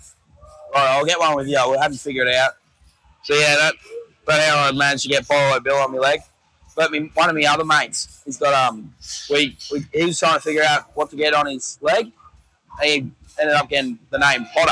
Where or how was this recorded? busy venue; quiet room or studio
busy venue